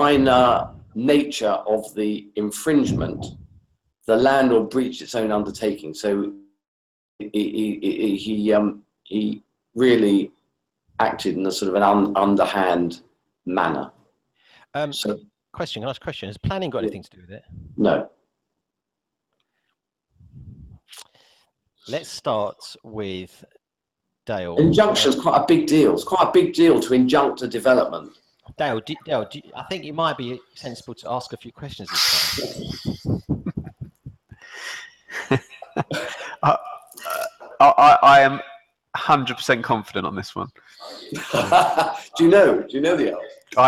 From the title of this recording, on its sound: CPD Accredited Google Hangout